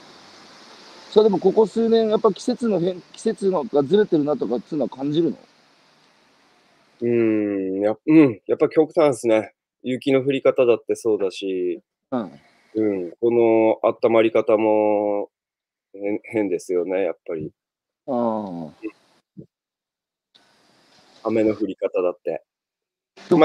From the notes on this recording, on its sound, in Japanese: 歩きながら1時間、対談する。